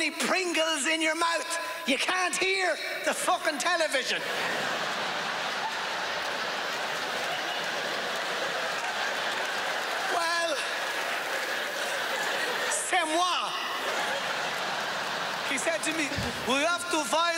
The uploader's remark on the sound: at the Just For Laughs Montreal Comedy Festival 2012